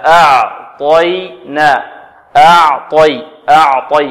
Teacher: فنخلص العين والياء من الطاء وكذلك نخلص الطاء من العين والياء إذن نرقق العين ونفخم الطاء ونرقق الياء